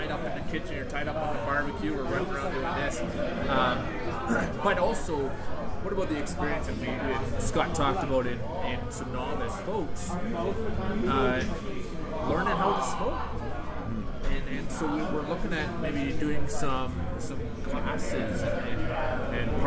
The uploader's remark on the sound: Thanks to Paddy’s Barbecue & Brewery for always letting me record on site. 3610 Burnsland Road SE, right in the heart of Calgary’s Barley Belt.